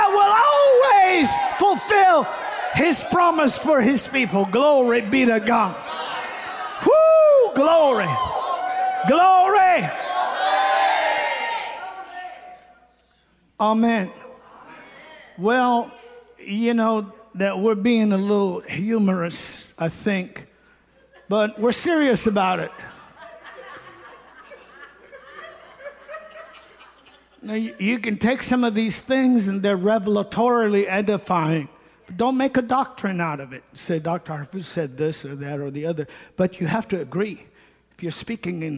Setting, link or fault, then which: setting, large echoing room